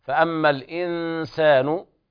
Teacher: النون تخفى عند السين إخفاء حقيقيا · واللام هنا في الإنسان لام قمرية حكمها الإظهار